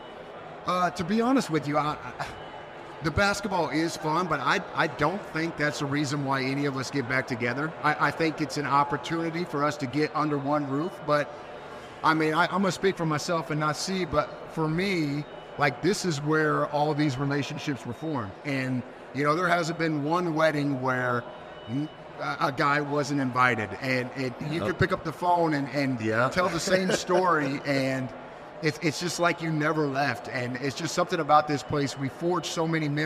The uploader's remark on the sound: Live from Assembly Hall. Record live from Bloomington, Indiana, at the Assembly Hall on game day against Kansas.